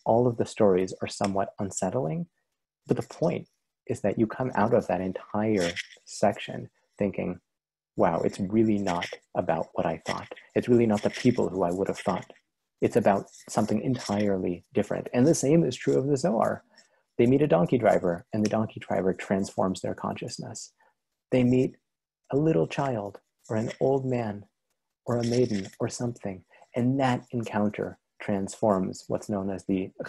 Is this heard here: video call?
yes